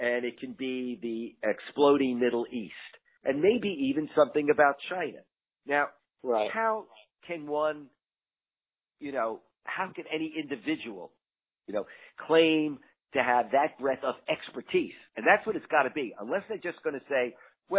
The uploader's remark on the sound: talks over the phone